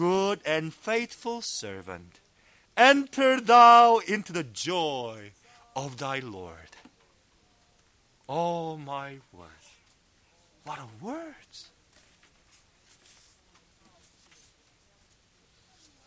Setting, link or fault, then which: setting, large echoing room